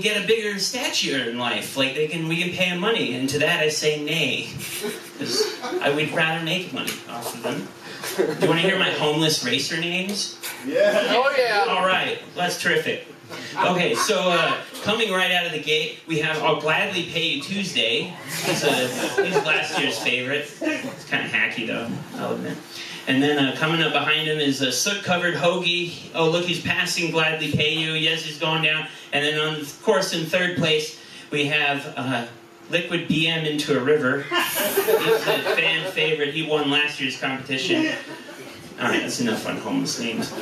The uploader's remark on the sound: our recording had some issuses